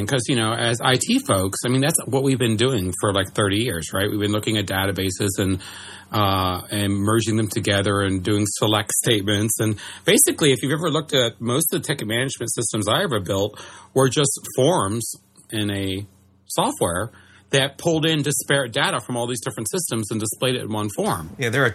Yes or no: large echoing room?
no